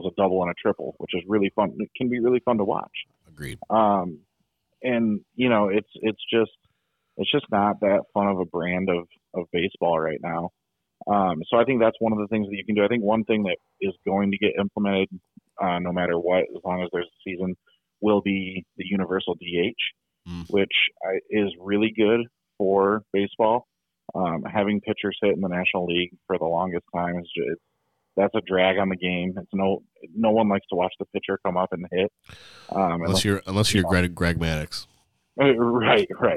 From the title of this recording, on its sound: On the phone